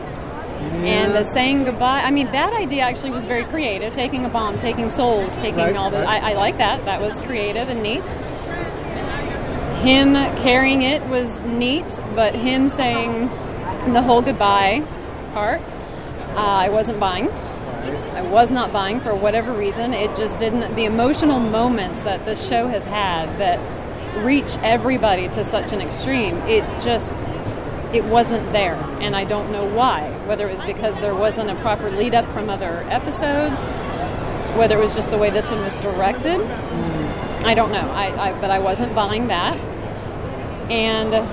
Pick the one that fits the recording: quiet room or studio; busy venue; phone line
busy venue